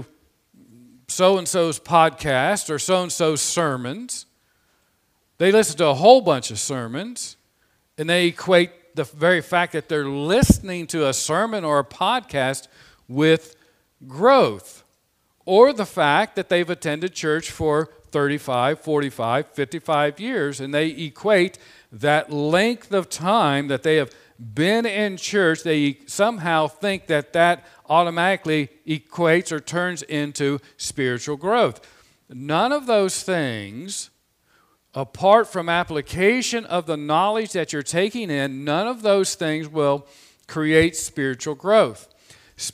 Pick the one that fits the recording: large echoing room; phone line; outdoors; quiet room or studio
large echoing room